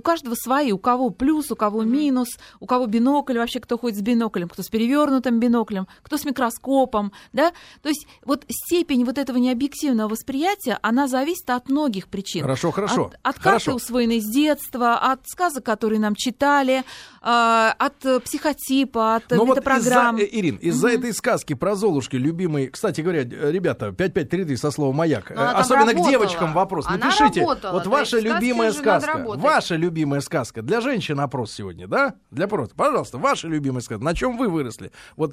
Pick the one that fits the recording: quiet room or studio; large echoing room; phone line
quiet room or studio